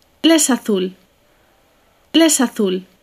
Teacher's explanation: La es azul なのですが、それを La es azul と発音しないで、Les azul. Les azul.というふうに発音されている